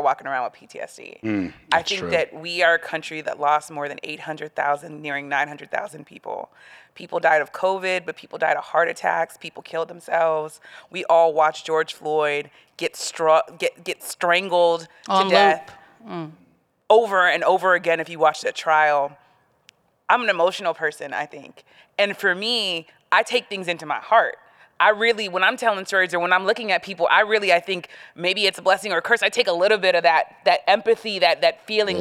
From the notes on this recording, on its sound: Beyond the Scenes LIVE at SXSW. In this live edition of Beyond the Scenes from South By Southwest in Austin, Texas.